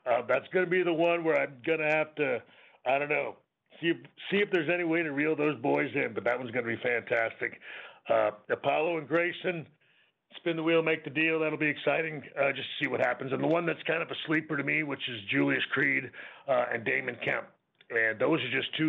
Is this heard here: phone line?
yes